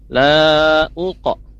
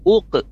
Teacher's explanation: pantulan huruf qafnya itu adalah setengah vokal, karena qaf itu termasuk huruf tebal · Shown in: first take · ya, takhfifnya nisbi, tafhim nisbi.